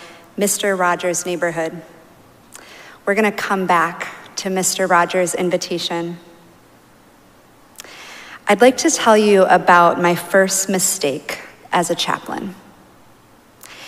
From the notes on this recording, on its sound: Recorded live at Arlington Street Church.